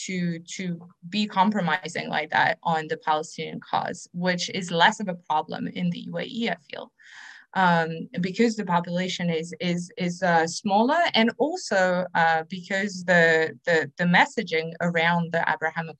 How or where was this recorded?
video call